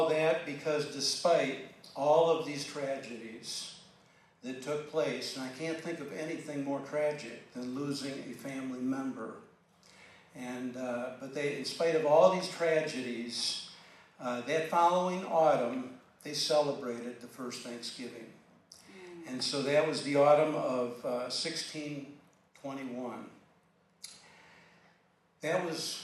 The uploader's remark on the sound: This edifying sermon was delivered during Granbury's Annual Community Thanksgiving Service